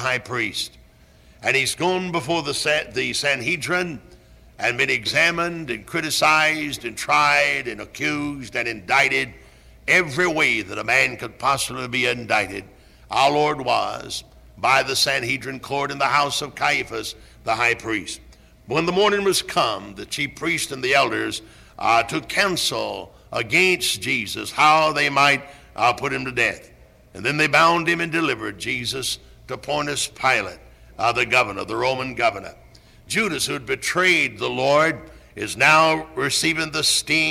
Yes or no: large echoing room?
yes